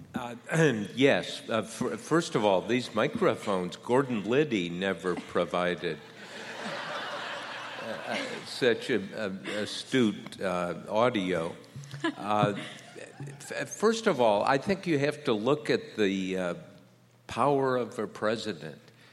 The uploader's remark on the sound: live on stage at Washington, DC's Warner Theatre